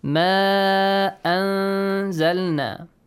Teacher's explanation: Hide the sound of noon when you have za · Term: إخفاء